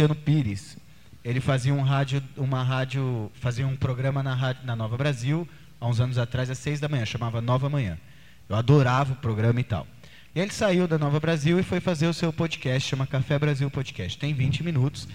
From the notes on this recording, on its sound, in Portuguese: (Faculdades Integradas Coração de Jesus), dando uma palestra sobre a nova tendência de mídia, os podcasts, que consistiu em nada mais nada menos que uma “gravação ao vivo” do nosso programa como todos da palestra como convidados.